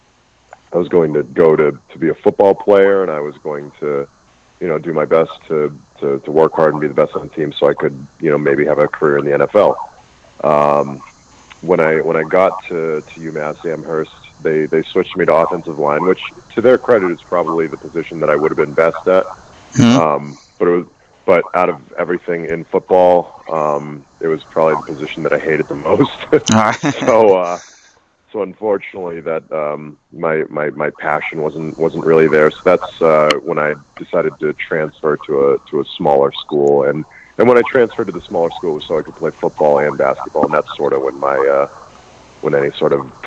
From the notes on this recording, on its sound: I was joined over the phone